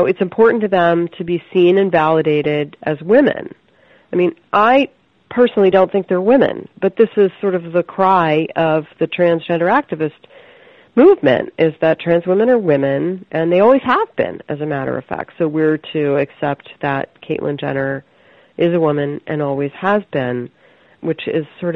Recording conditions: phone line